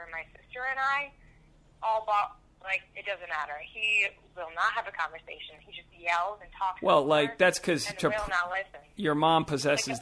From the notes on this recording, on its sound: We thought we'd air this phone conversation we had